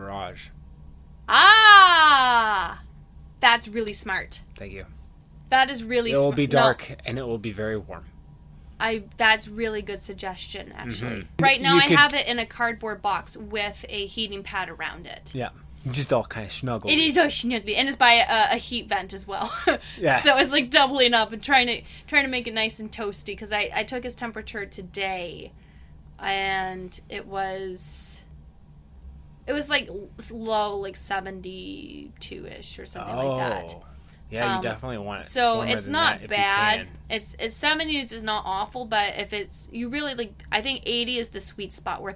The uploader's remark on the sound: Cavernous, dark, and echoey discussions.